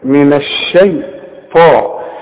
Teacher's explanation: الطاء من أعلى الحروف المفخمة لأن بعدها ألف